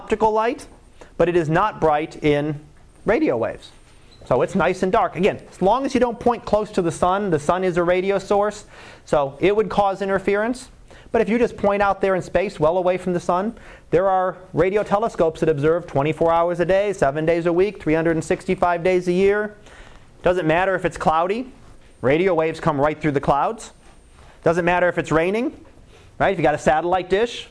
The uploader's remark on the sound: Live Class Lecture.